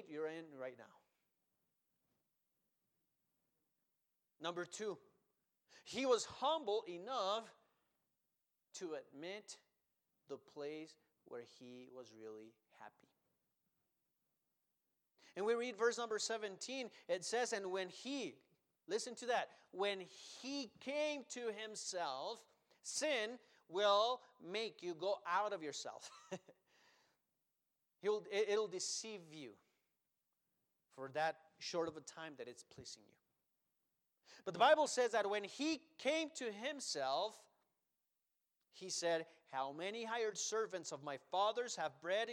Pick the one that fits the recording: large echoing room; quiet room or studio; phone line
large echoing room